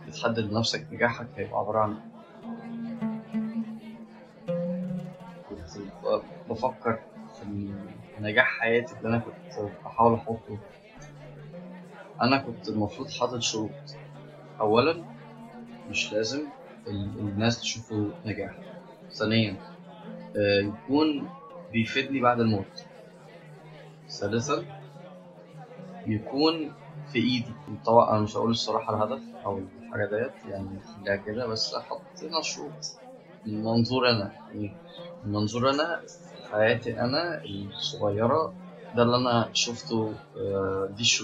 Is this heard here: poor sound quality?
yes